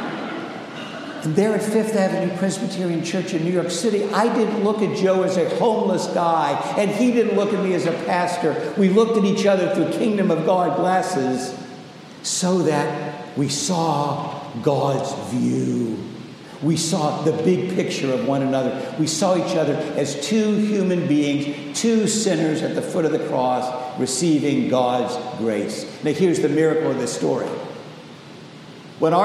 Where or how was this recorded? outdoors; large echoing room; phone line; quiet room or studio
large echoing room